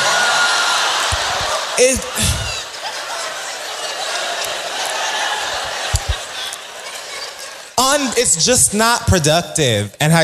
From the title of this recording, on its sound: Live from Baltimore